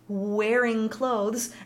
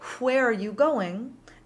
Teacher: She calls it the unvoiced version of the W glide · Shown in: second take · phonetically transcribing it as HW.